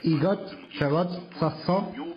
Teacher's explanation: It almost sounds like the intonation is a question, which is okay.